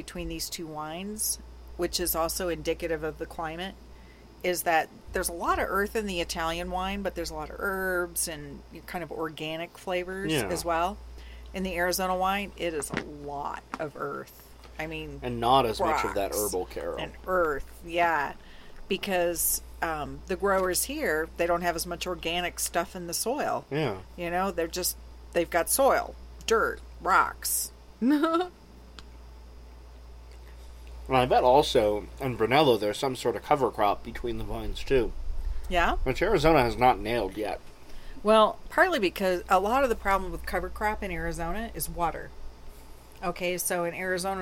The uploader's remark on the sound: sit outside on a starry night